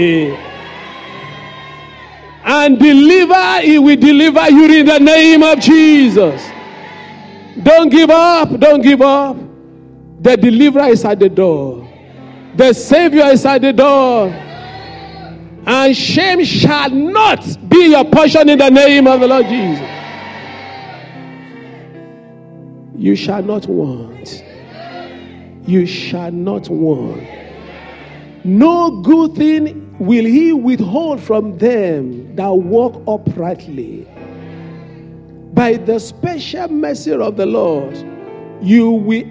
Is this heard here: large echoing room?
yes